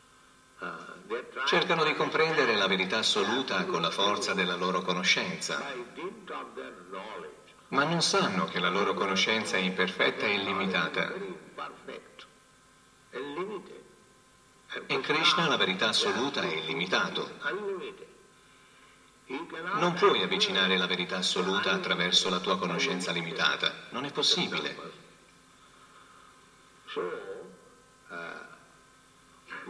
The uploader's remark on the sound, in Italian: in diretta dal Tempio di Villa Vrindavana